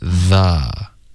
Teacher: 不要加儿化音别发成 the,嘴巴要张开 the,OK.、 Son.